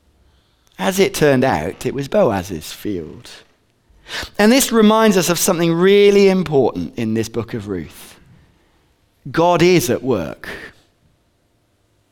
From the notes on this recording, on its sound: Recorded on 22/11/15 at Bournville gathering